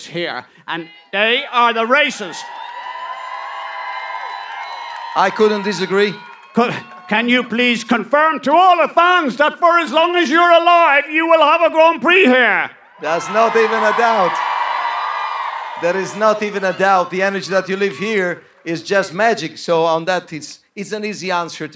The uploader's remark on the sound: LIVE AT SILVERSTONE. Live on stage at the British Grand Prix. Recorded & Edited by New Strange.